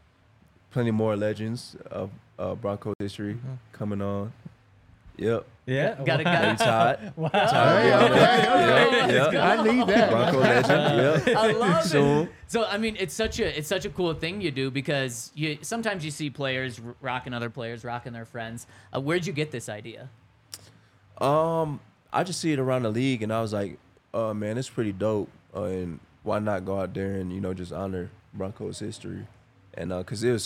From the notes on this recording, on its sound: coming to you LIVE from the DNVR Bar